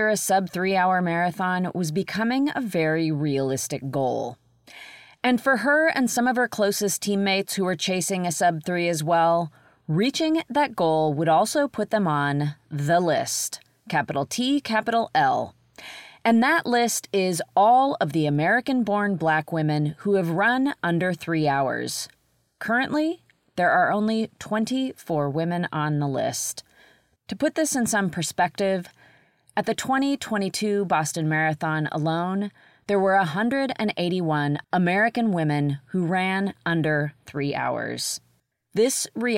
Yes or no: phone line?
no